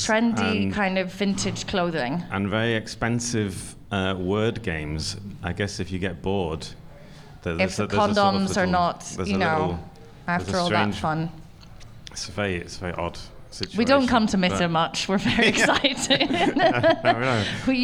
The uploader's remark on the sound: goes live from Hotel Selina in Mitte